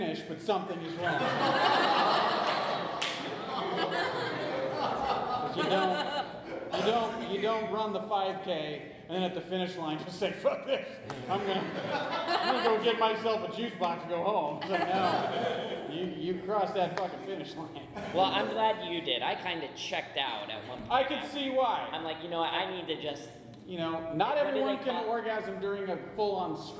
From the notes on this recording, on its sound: In front of a LIVE audience at The Establishment. Laugh along with an engaging audience.